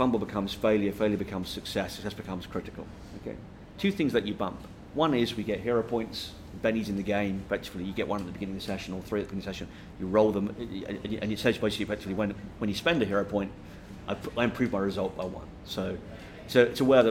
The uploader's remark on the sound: This is an unusual GROGPOD as it was recorded live at GROGMEET 18.